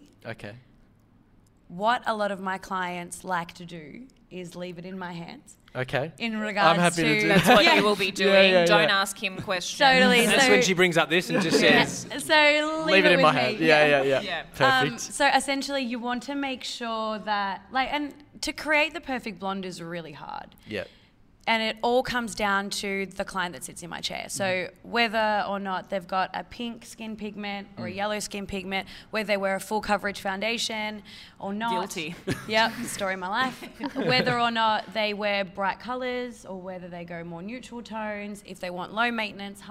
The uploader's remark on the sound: After getting a haircut at Kings Domain Barber Shop, we headed across the road to the Joey Scandizzo Salon.